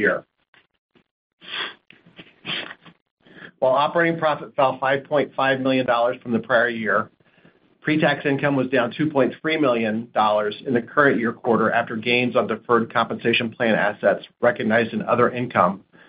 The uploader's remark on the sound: Q1 2024 earnings call, unedited